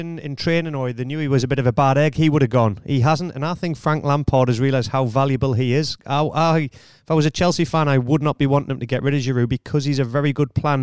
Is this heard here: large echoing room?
no